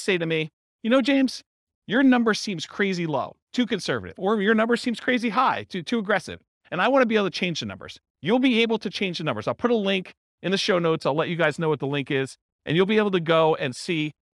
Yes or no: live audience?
yes